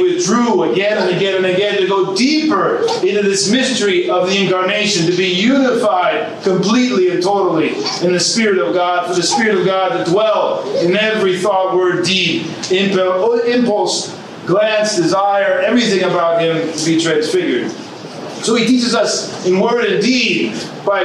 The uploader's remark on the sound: From the Australia Lecture Tour, 2019. A Lecture delivered on March 23, 2019 at the Parish of St. Nicholas in Woolloongabba (Brisbane metropolitan area) during a visit to the Serbian Orthodox Archdiocese of Australia.